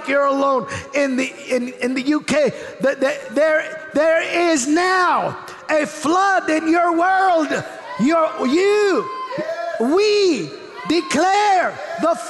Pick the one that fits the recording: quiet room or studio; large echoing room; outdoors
large echoing room